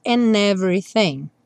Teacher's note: Você pode escolher usar o D para conectar and everything ou reduzir o D e usar o N